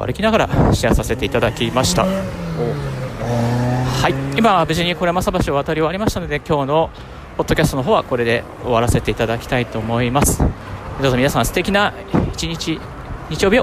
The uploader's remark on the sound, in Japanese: 歩きながらラジオ配信